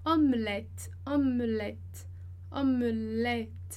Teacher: Então, primeiro E é mudo e o outro é com som de E.